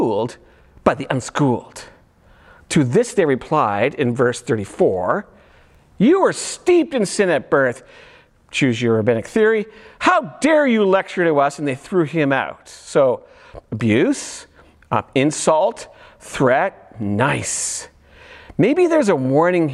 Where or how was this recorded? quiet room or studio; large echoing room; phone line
large echoing room